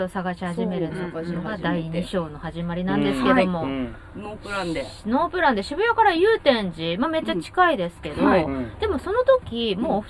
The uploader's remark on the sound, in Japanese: 祐天寺の古着屋 gargen730さんで特別収録！